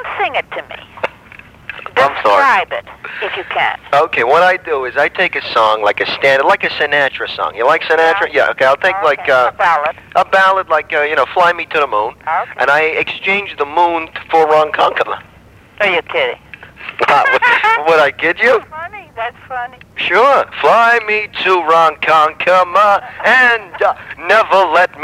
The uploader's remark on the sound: Prank Phone Calls